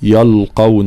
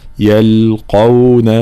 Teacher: تفخيم القاف وترقيق بقية الحروف · Shown in: second take · فلا نقول يلقون، لا يلقون، ثم نفس الشيء غيا، والغين فهي صفة الجهر، فلا نقول غيا غيا، لا غا غيا، مع تفخيمها طبعا، الغا الغين مفخمة.